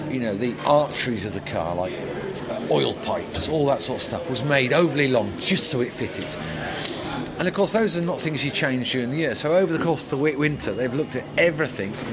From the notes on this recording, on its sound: Media Day Donington Park.